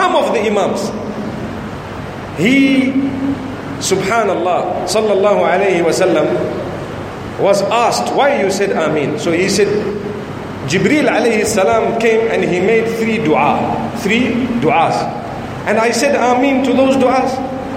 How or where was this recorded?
large echoing room